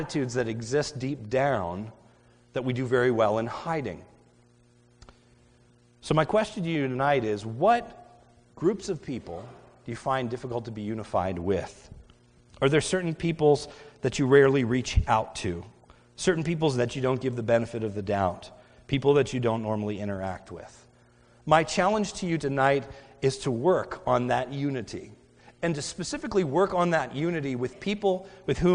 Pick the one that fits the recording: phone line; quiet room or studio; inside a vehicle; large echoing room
large echoing room